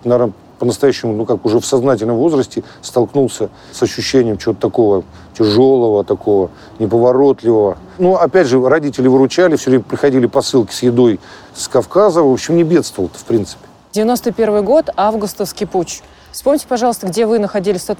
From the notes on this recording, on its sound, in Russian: Интервью с ним мы записывали в парке, в перерыве между съемками нового фильма, которые шли у него с самого утра. Поэтому звуки все настоящие - пение птиц, голоса прохожих, шум машин и летнего дождя, который начался в середине разговора и закончился в конце.